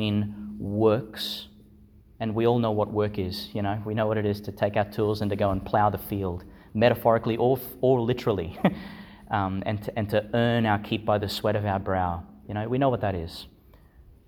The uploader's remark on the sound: delivered in Our Lady Star of the Sea Church, Gladston, Qld.